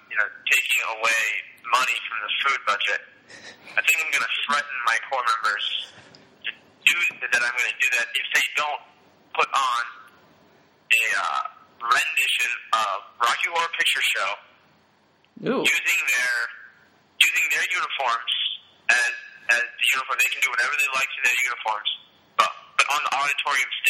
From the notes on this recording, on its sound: Live from House 1083 in the village. Over the phone.